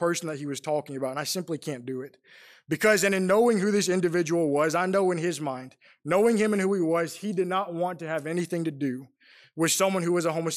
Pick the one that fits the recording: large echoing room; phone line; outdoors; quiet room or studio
large echoing room